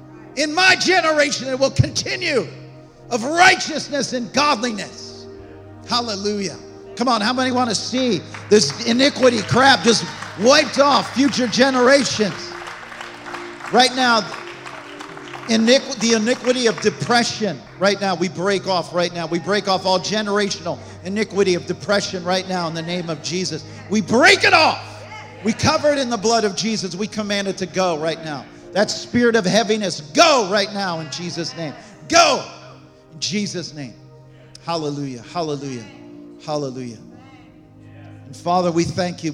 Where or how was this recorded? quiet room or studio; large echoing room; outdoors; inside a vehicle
large echoing room